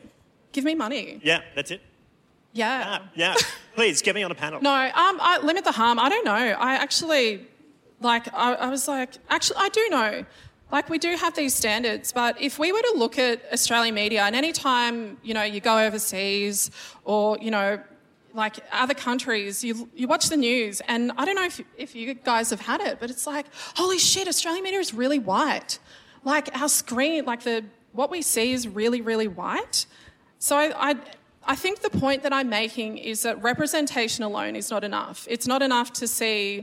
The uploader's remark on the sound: LIVE AT THE WOMEN IN MEDIA CONFERENCE